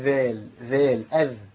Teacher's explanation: طرف اللسان بيتقابل مع اطراف الاسنان اللي فوق واللي تحت